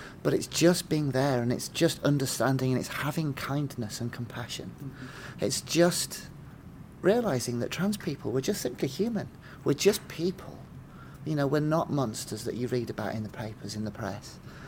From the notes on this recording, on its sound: This interview was recorded at the London Stock Exchange (LSEG) during Trans in the City's Closing of the Stock Exchange Event for Trans Awareness Week.